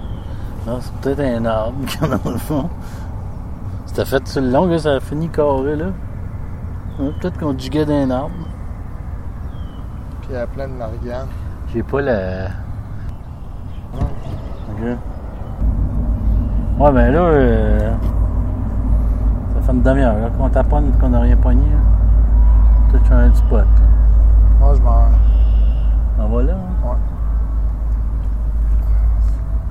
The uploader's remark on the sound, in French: Je l’ai enregistré mercredi dernier lors d’une soirée de pêche au doré.